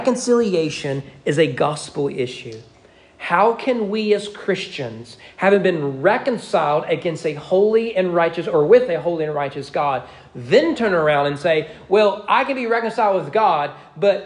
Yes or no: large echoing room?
yes